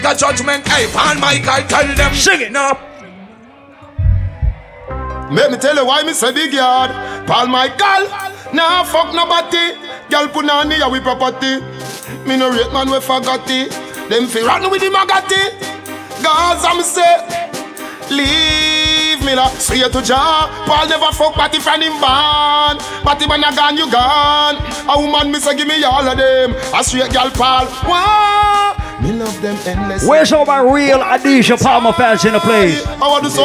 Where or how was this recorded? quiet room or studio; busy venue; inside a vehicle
busy venue